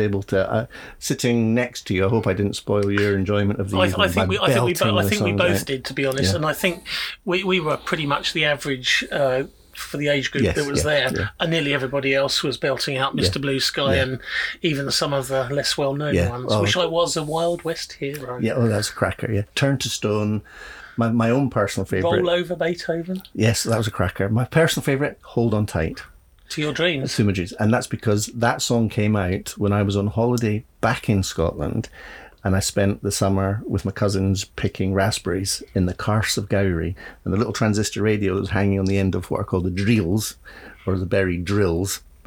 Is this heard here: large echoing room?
no